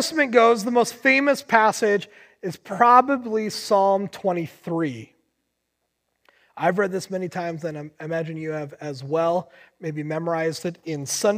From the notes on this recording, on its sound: Recorded on July 19, 2020 at Word of Life Church in Le Sueur, MN.